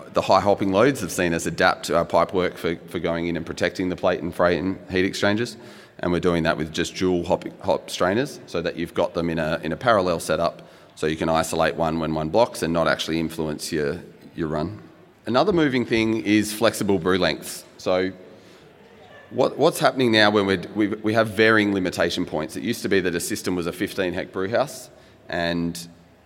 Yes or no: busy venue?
yes